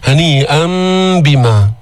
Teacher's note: قلبنا التنوين اللي هو نون ساكنة عند الباء، تقلب النون الساكنة ميما عند الباء · Term: إقلاب